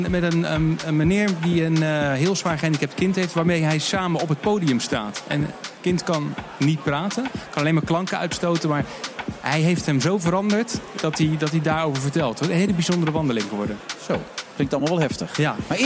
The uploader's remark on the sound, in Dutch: We zenden live uit vanaf het CHIO in Rotterdam